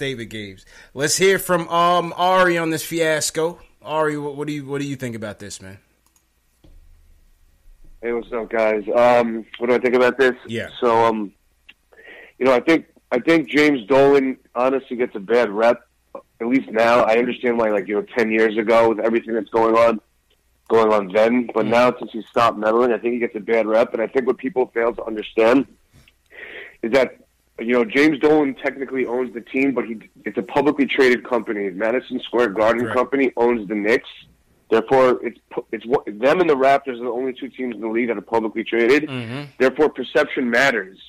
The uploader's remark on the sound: take live phone calls from fans around the world